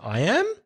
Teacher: So the I am here is an affirmation, but with a question, rising intonation. So the rising intonation, I am, makes it a question, doesn't it?